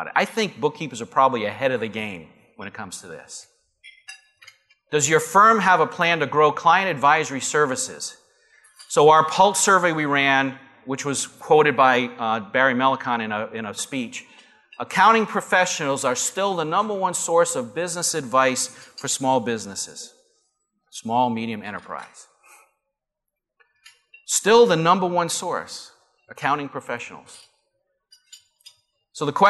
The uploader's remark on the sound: Live Broadcast at the The IPBC IGNITE Conference.